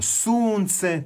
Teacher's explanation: to je dug naglasak i penje se intonacija pa zatim pada